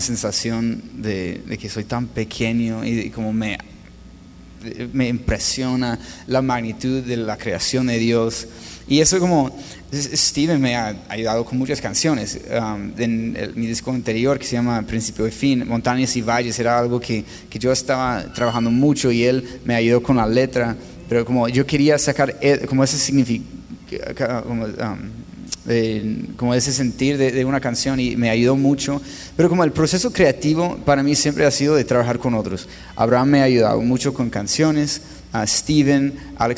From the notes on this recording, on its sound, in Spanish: La cual grabamos en vivo durante la Conferencia de Un Corazón 2018 en Ciudad Juárez. Con la audiencia presente en el auditorio se generó una atmósfera totalmente distinta para la conversación.